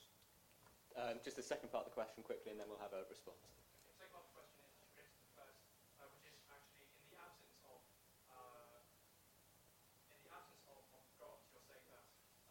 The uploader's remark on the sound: Hosted by Southampton University Debating Society. This isn't my recording and was very quiet, but I've improved the quality somewhat using my Wave Pad editing suite.